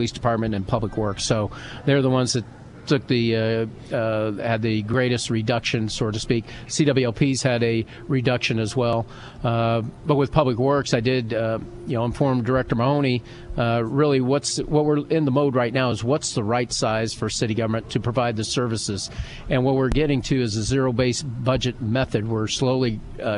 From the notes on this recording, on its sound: live from the Abraham Lincoln Presidential Museum